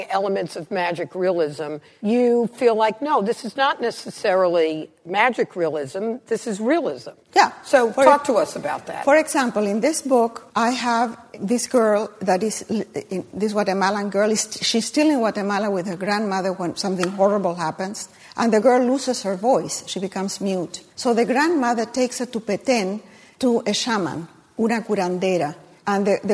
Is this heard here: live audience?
yes